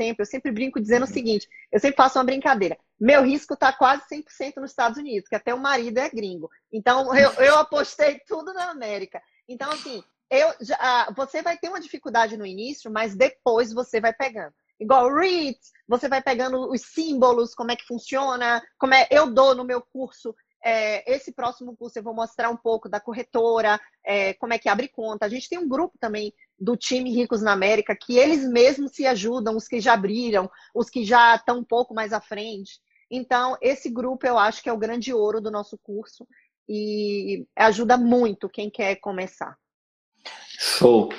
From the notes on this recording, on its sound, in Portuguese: Áudio de uma entrevista (live) realizada no Instagram